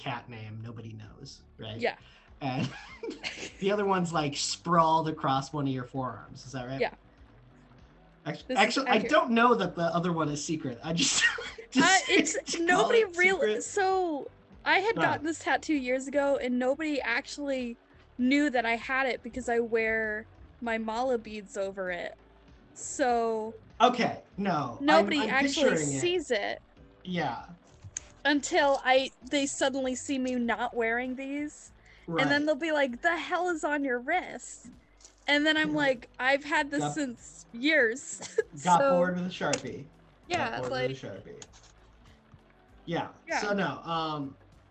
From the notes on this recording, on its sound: Sometimes, it's just kinda hard to talk in the car. Lofi background music: Epidemic Sound.